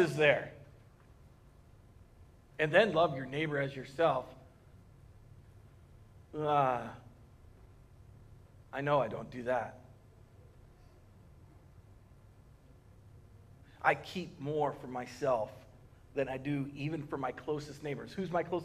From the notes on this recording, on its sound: Recorded on March 15th, 2020 at Word of Life Church in Le Sueur, MN.